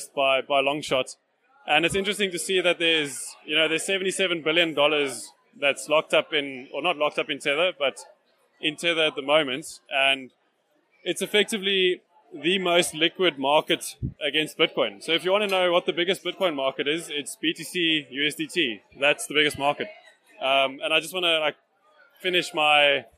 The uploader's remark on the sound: Recorded live at the March Bitcoin Cape Town meetup. Does a live Q&A with attendees of the meetup.